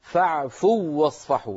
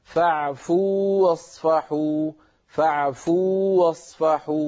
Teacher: واو متحركة فالتقى في النطق واوان واو ساكنة وواو متحركة لكن الواو الأولى واو مدية وحرف المد لا يدغم في الذي بعده · Shown in: second take · العرب لا تدغم الواو المدية يعني لا يصح أن نقول فاعفوا